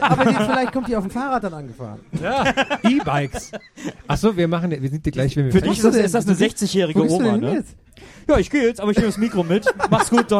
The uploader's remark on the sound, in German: Eine Live-Ausgabe